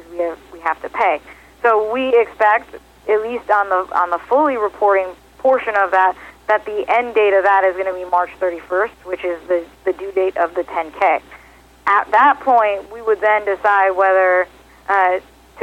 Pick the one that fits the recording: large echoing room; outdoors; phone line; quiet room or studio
phone line